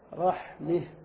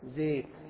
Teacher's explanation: فعندنا مثلا في العامية ينطقون كلمة زيت فيقولون زيت، زيت الزاي ليست مفتوحة فتحة خالصة زيت، ولا مكسورة كسرة خالصة زيت، وإنما هي مفتوحة فتحة ممالة أي بين الفتحة والكسرة · Term: الإمالة